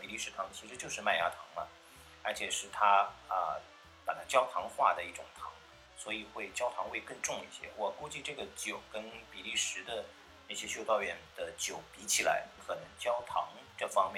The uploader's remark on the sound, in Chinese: 这次用了AU录音感觉有些杂音，见谅